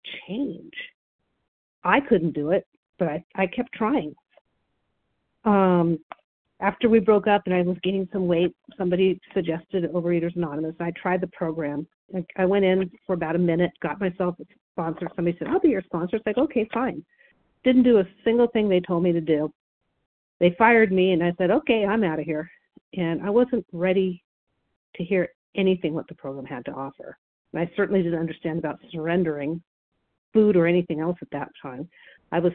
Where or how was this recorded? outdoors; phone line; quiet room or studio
phone line